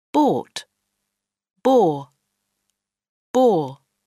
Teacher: Les deuxième et troisième mots font figurer le son O, qui est un O long. La lettre O se prononce généralement ainsi quand elle est suivie d'un R.